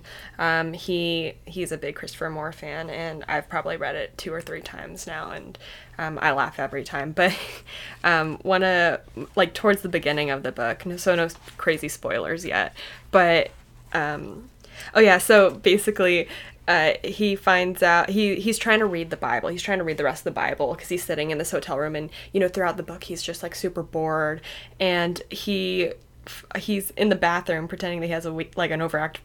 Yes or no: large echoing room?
no